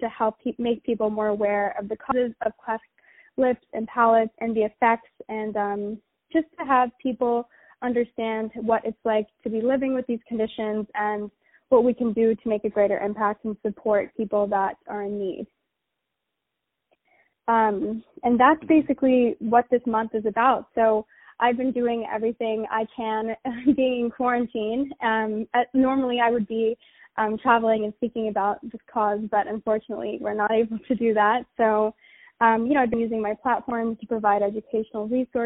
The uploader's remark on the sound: On the phone.